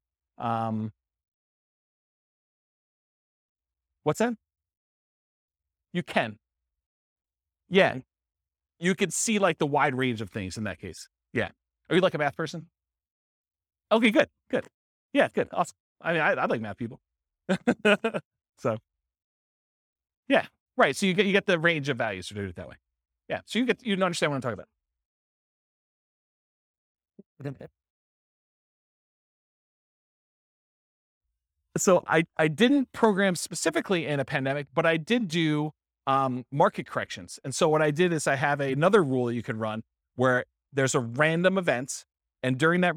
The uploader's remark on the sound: This was a live class recorded